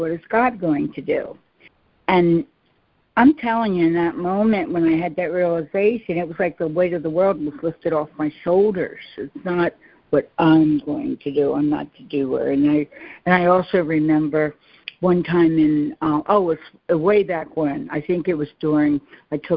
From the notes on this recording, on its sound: ACIM Daily Conference Call.